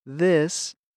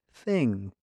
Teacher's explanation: When you say this, your voice box moves. When you say thing, air moves freely through your throat.